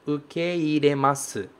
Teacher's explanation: Ele tem essa pronúncia que pode parecer pela escrita que é de uma vogal longa, mas na verdade não é. O ke e o i são pronunciados separadamente.